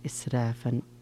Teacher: إسرافا فيه ترقيق الراء